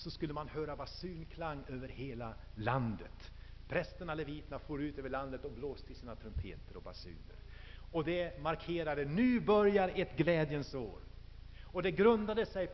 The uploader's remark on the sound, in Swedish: Inspelad i H&#246;n&#246; Missionsf&#246;rsamling